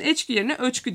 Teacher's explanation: bazen de ilk ikinci hecede ü olduğu zaman ilk hecedeki e'yi de ö yapıyorlar